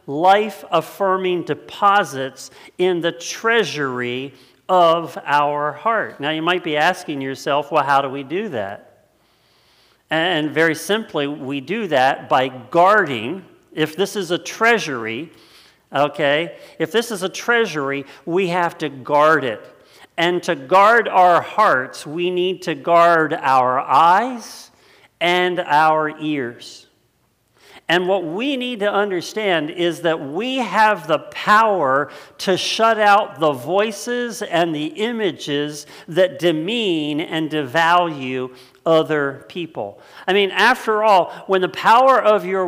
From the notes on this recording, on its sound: It was originally preached on Sunday August 23rd 2020 at Linglestown Life Church in Harrisburg Pennsylvania.